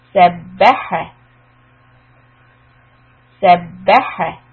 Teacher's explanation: Letter ba is a strong letter and we have a shadda on it. We need to shut the lips and emphasize the fatha on ba.